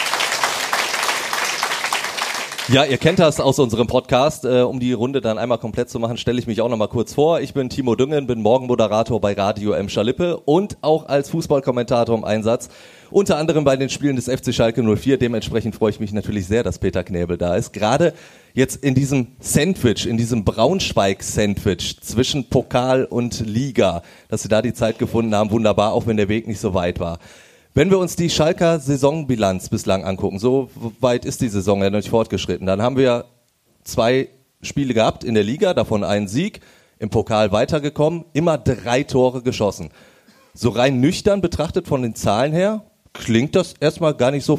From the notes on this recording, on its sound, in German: Der LIVE-PODCAST. Zum ersten Mal haben wir unseren Podcast live vor Publikum aufgezeichnet.